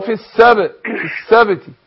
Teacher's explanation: أقول في السبت، في السبت، قلقل الباء · Term: القلقلة